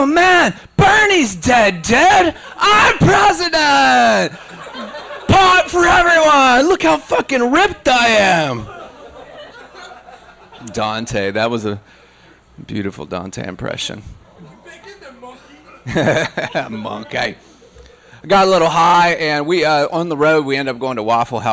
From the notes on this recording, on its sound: The Handlebar in Pensacola, FL. Quit Your Day Job Comedy Tour. Went to the show and recorded the audio for your listening pleasure.